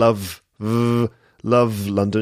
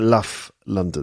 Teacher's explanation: She's saying luff London. So she's the V sound in love is being replaced with a F sound · Shown in: second take